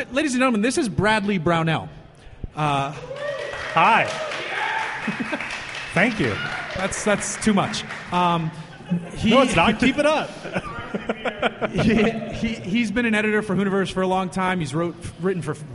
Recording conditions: busy venue